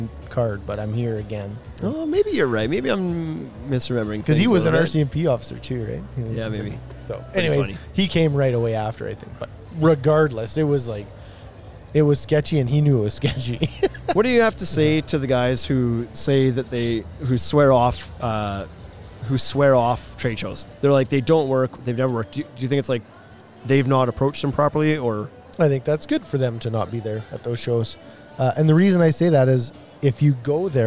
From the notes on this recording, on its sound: We did this one LIVE from a homeshow so its pretty fitting!